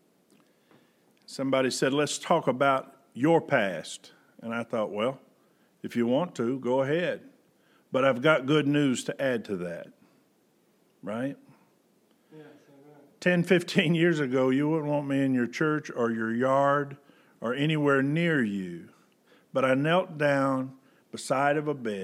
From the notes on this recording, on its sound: Preached August 16, 2020 at General Baptist Church God's House of Prayer in Fairborn, Ohio